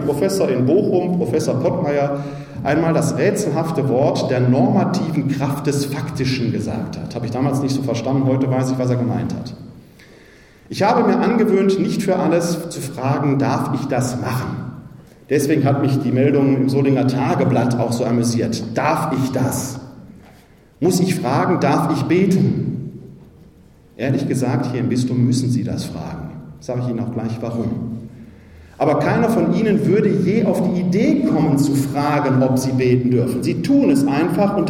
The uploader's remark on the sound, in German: Mitschnitt zur Veranstaltung „Laien – Säulen der Kirche!“. Im Pfarrzentrum von St.